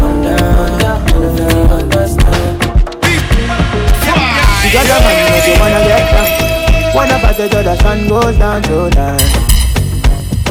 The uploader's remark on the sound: Live at The Manhattan.